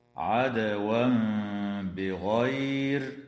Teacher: ويقلب التنوين ميما مع مراعاة الغنة والإخفاء